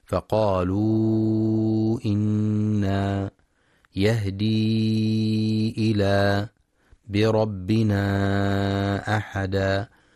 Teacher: وينتبه القارئ للمد المنفصل الذي تكرر ثلاث مرات في هاتين الآيتين: فقالوا إنا، يهدي إلى، بربنا أحدا. يمد بمقدار أربع أو خمس حركات في رواية حفص من طريق الشاطبية